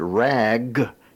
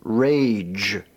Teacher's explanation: the G sound changes from a hard form, that is the G, to the soft form, the J.